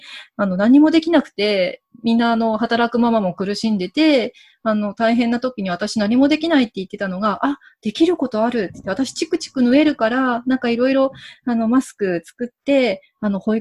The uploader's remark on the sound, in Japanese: 今回は、Zoomでお茶会！